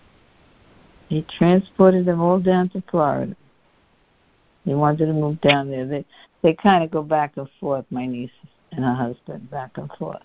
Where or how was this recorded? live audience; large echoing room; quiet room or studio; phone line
phone line